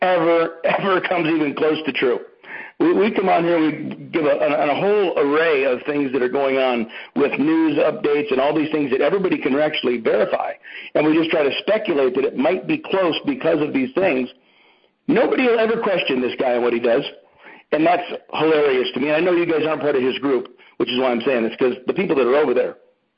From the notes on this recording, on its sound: Here is a conference call